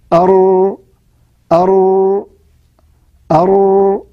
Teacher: المخرج الذي بعده وهو طرف اللسان مع ظهره ويخرج منه الراء، تقول أر شايف طرف اللسان، أدي اللسان بتخبطه خبطة واحدة، لا تجعل لسانك يعني تتركه يردع في ويكون حرف مكرر يقول أر، هذا خطأ إن شاء الله سنتكلم عنه عند الكلام على صفات الحروف.